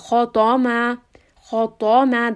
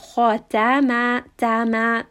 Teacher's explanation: We want to make sure that the ta and the mim, they're both light letters and they should stay light. · Shown in: second take · So we don't want khatama.